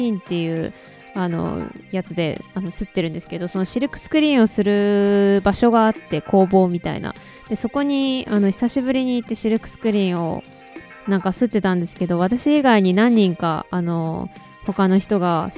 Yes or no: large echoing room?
no